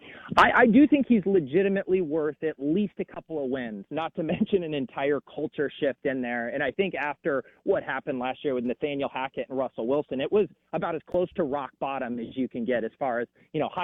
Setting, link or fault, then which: link, phone line